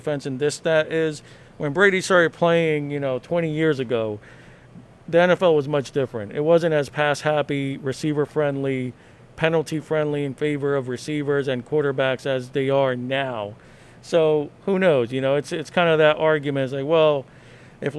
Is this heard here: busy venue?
yes